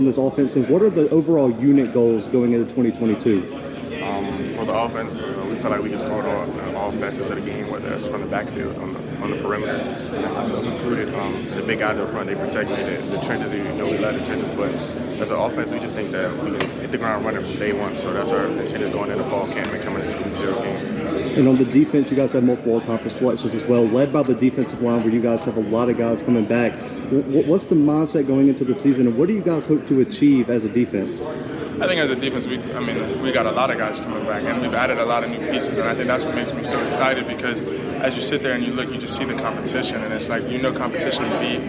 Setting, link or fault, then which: setting, busy venue